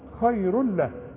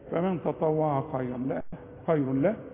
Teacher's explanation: وللتنوين بعد لام ادغام كامل لكن بدون غنة